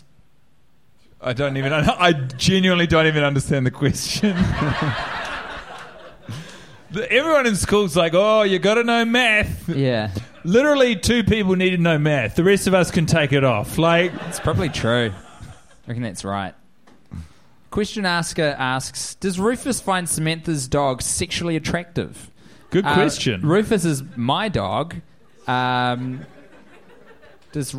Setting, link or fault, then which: setting, live audience